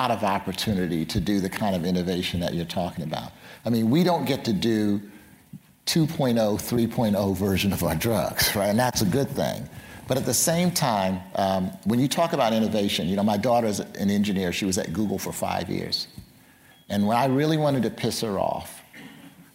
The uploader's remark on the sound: Stanford GSB’s View From the Top is the Dean’s premier speaker series. During student-led interviews and before a live audience.